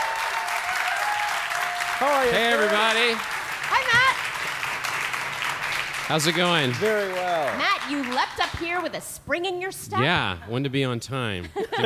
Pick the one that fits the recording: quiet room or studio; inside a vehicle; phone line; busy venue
busy venue